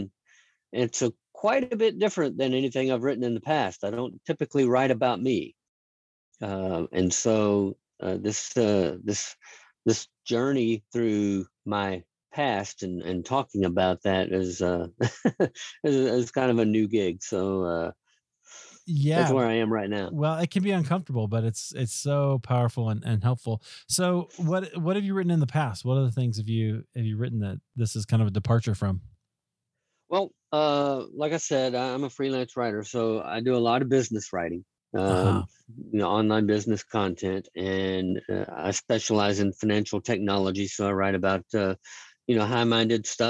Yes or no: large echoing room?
no